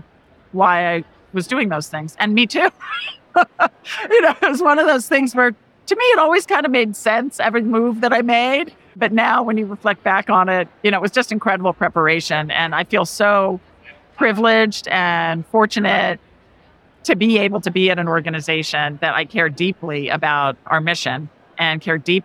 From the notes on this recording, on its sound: a conversation from the 2023 NACAC Conference